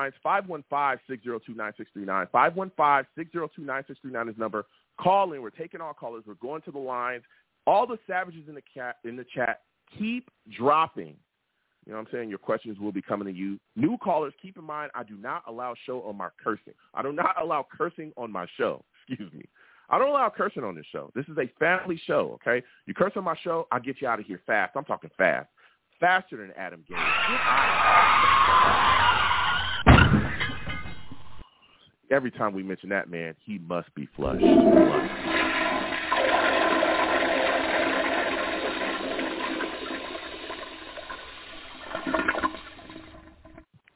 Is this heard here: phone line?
yes